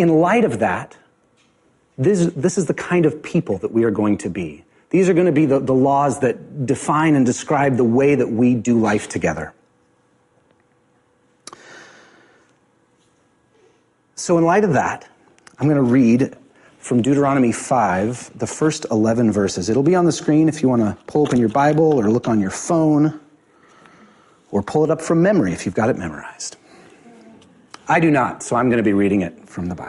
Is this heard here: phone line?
no